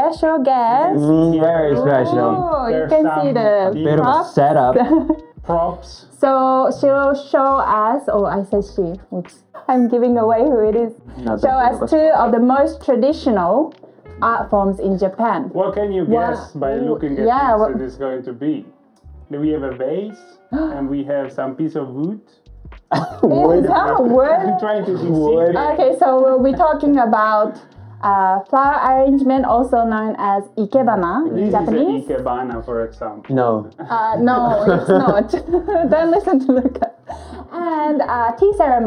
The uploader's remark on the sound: Sorry about the audio issues guys!!